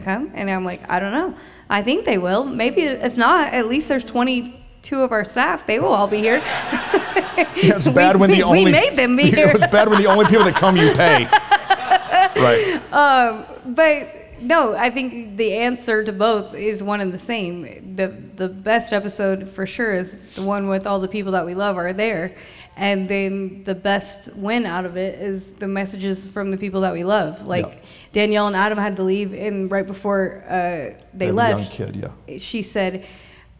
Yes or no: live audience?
yes